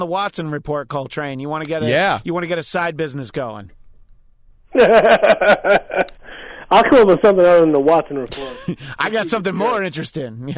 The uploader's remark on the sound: back on the phone